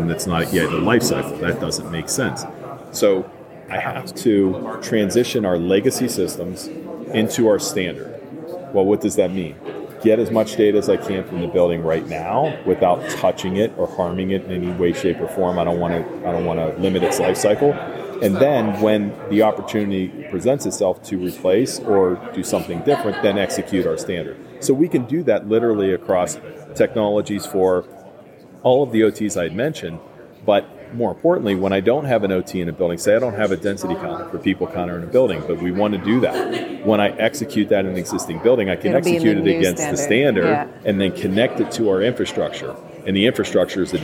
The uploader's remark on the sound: recorded at the Passive House Network Conference